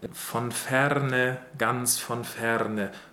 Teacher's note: it is better to roll the R there